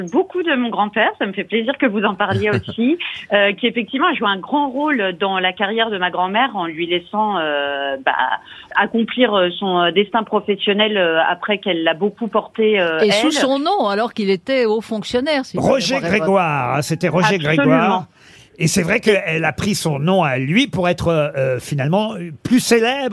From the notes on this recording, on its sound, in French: Les Grosses Têtes ont eu ce 11 janvier au téléphone